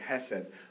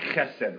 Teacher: you're supposed to like growl in the back of your throat when you say it · Shown in: second take · Term: guttural growl